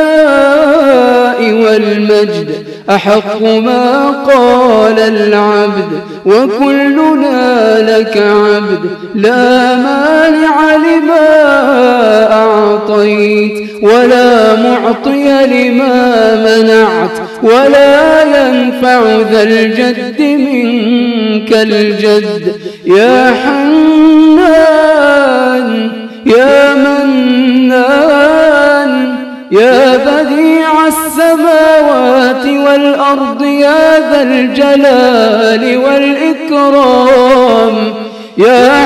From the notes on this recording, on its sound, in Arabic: تسجيلات ليالى رمضان بمسجد السلام بالعمرانية.